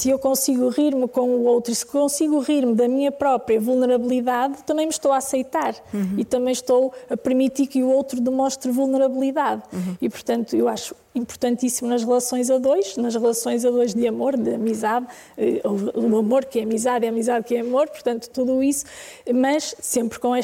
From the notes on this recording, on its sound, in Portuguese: Gravado ao vivo no Auditório de Vila Nova de Gaia.